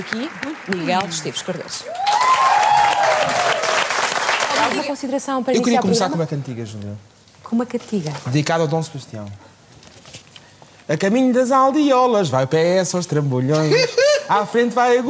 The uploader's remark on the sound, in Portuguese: Ao vivo no Festival Escritaria. Episódio gravado ao vivo em Penafiel no festival Escritaria. Com a ajuda do público.